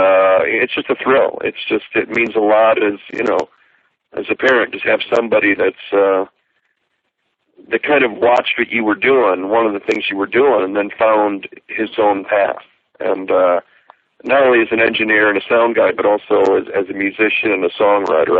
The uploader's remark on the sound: This phone interview